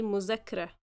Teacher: As you guys can see, we transform the ذال sound into ز.